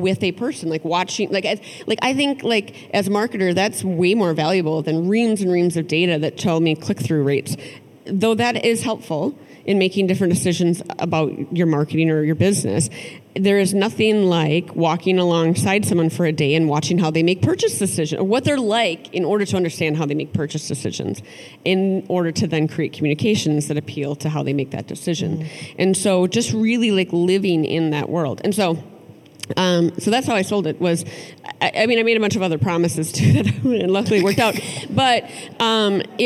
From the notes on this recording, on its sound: live conversation at the Minnesota Council of Nonprofits’ 2022 Annual Conference